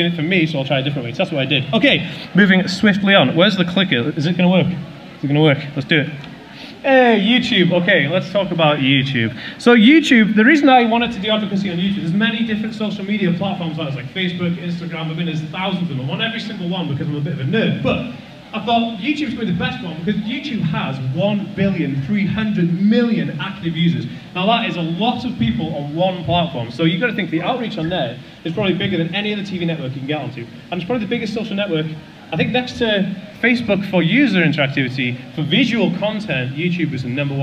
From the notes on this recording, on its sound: A live talk I did for the Autism Directory.